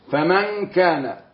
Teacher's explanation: إخفاء حقيقي لأن نون ساكنة وبعدها الكاف، والكاف من حروف 15 حروف الإخفاء الحقيقي